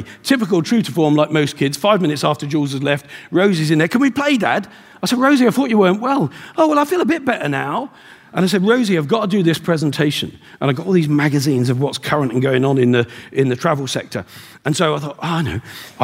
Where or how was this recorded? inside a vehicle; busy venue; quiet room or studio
busy venue